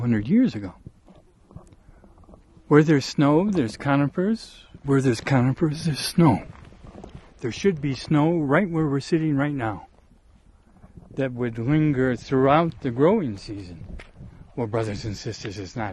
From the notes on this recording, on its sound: RECORDED at a place I call Muir Lake, the South WALLOWAS, Eagle Cap Wilderness VIII.